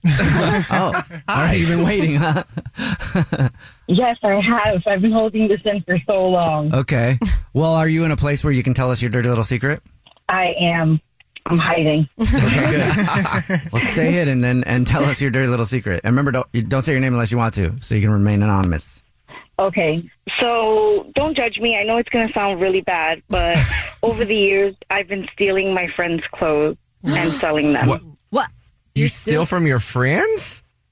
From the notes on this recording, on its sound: The woman on the phone has been waiting for this call